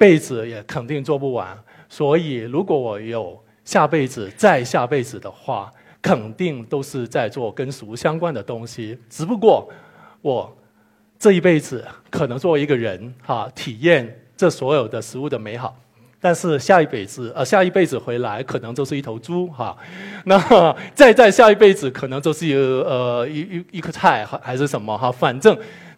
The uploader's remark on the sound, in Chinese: 一席现场